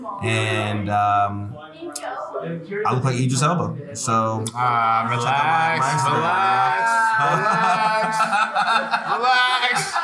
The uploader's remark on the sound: Live from the Gaylord Hotel. We found a space in an unlikely setting. During a busy evening during Katsucon. We were live on location of the convention with all types of characters around us.